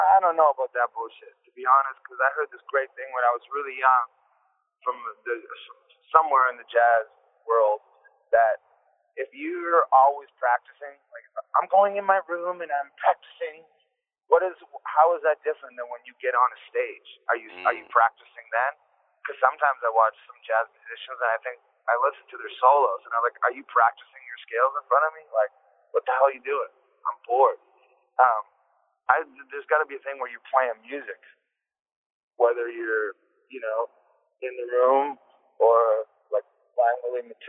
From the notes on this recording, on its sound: we spoke on the phone